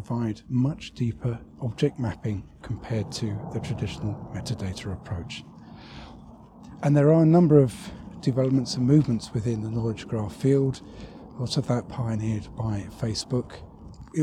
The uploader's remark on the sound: Another walking podcast, this time it's from Bedfont Lakes country park in west London.